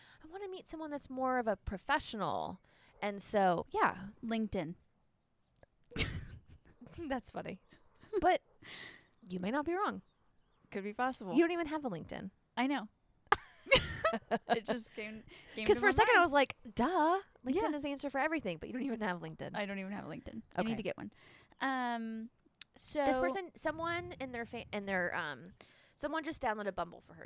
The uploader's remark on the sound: This week's episode is brought to you by the great outdoors! The gals switch it up and record on the patio.